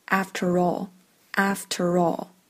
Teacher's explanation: 这里的 after 和 all 也可以稍微连一下，变成 afterall